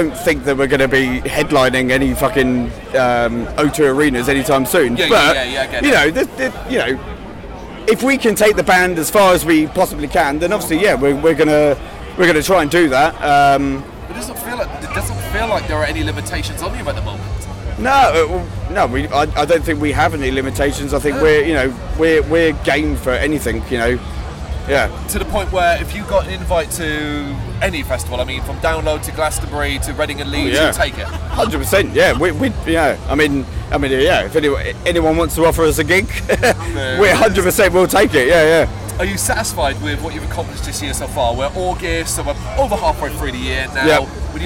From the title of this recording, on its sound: Bloodstock 2023 Interviews